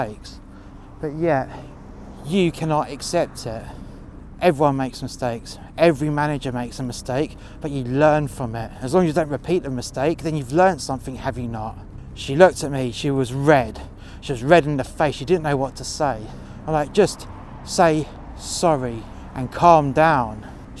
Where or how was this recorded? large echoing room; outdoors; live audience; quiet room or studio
outdoors